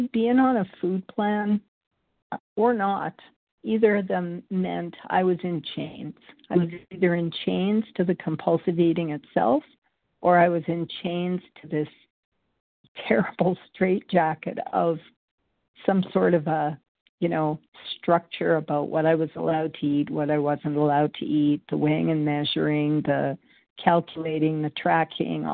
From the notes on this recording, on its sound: From the 100 Pounders Phone Meeting.